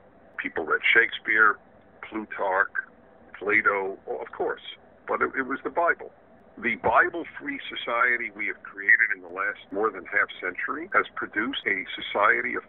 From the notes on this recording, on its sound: a phone conversation